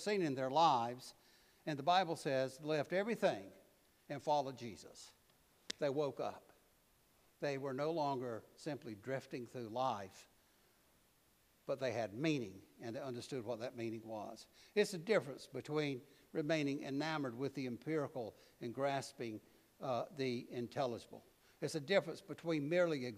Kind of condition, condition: setting, large echoing room